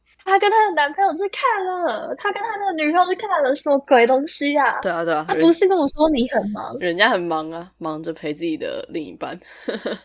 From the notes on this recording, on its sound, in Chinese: 本集訊號較糟糕，敬請見諒